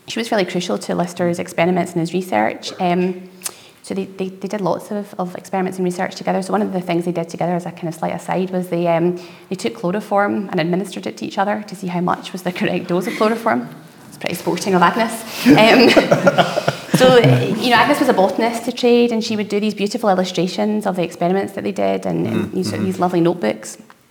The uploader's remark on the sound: In our first ever live podcast recording. This conversation was recorded in front of a live audience in the museum at Glasgow Royal Infirmary.